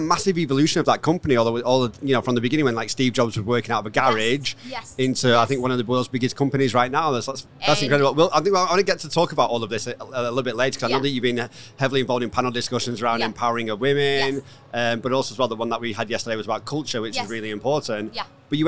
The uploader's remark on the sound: Live from MEES. These episodes were recorded at the hugely successful Middle East Event Show.